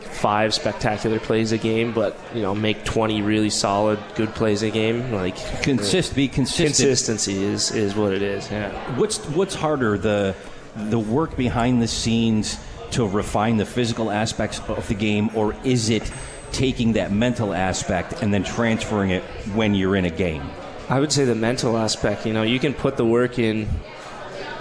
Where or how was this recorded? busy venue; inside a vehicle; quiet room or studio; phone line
busy venue